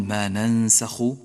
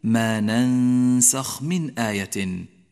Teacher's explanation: الخاء حرف ساكن في هذا الموضع، فلا تجعله مضموما · Shown in: second take · لا تقل ما ننسخ ولكن ما ننسخ من آية.